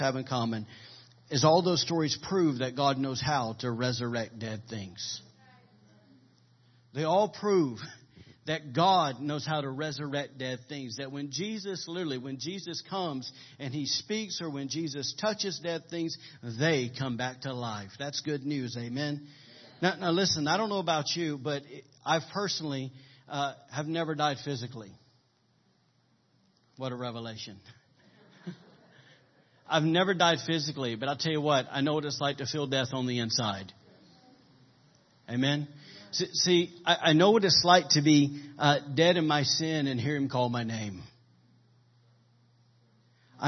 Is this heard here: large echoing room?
yes